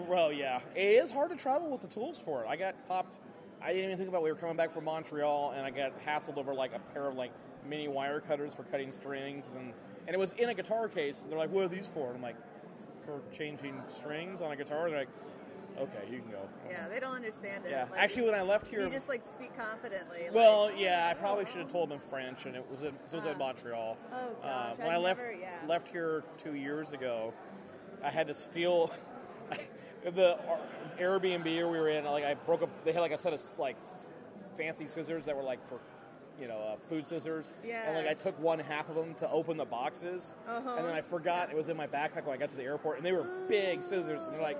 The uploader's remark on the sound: LIVE from the International Vancouver Guitar Festival